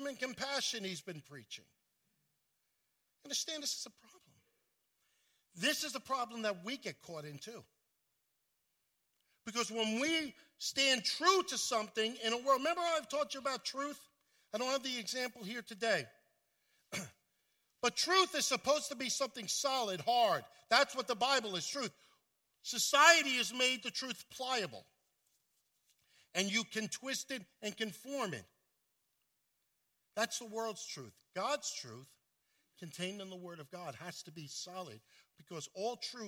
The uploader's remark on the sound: at Full Gospel Church in Livingston, NJ